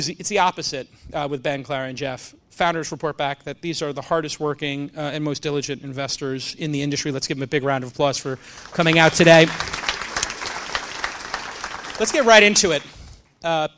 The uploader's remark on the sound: takes questions from the LAUNCH Scale audience